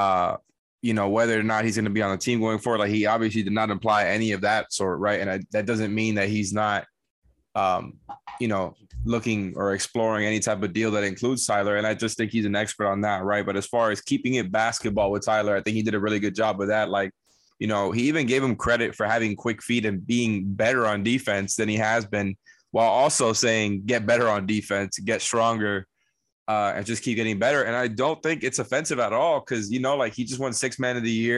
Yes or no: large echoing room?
no